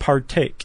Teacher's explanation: par is unstressed, take has a little more of a stress · Term: iamb